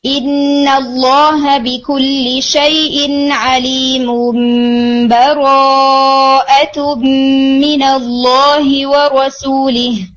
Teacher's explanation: ٹھیک ہے، یعنی جو نون تھا آڈیبل نون، ویزیبل نہیں ہے صرف آڈیبل ہے، وہ آڈیبل نون آپ نے نہیں پڑھا بلکہ اس نون کو کنورٹ کر دیا ہے میم میں · Term: وصل بالاقلاب